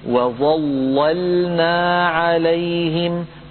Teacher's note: مثال المفتوحة قوله تعالى وظللنا عليهم الغمام، وظللنا، ظللنا، عفوا أعيدها، وظللنا عليهم الغمام، ظللنا، فيها لامان، اللام الأولى مشددة مفتوحة واللام الثانية ساكنة، التفخيم فقط للام الأولى المفتوحة المشددة، أما الساكنة فتبقى على ترقيقها